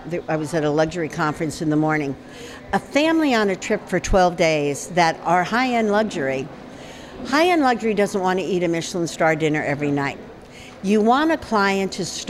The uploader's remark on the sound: at this month’s Embark Immersion conference at the NIZUC Resort and Spa in Cancun